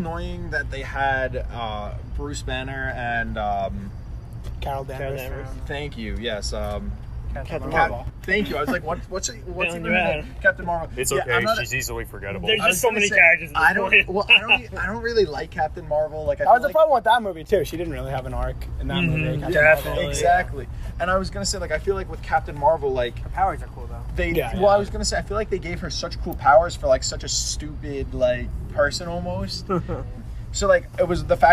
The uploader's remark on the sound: Driving Podcast. Discuss the movie while enjoying nature (hence the background noise).